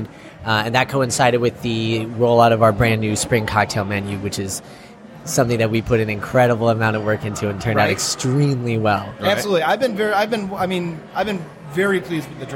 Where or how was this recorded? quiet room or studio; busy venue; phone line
busy venue